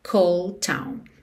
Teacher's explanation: Cold termina em D. Town começa em T. Naturalmente, você liga num som só.